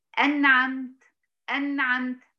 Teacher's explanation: أن تنطق النون الساكنة بدون غنة زائدة